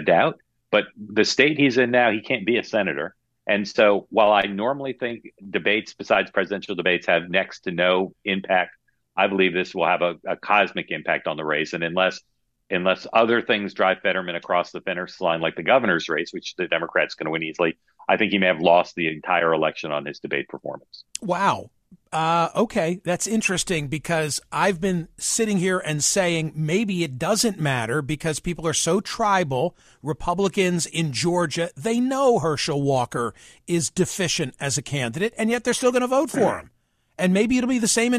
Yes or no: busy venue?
no